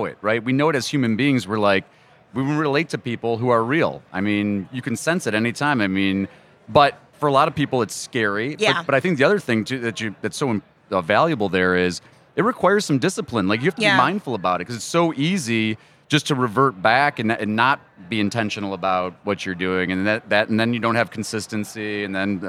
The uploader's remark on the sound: live from ABA Techshow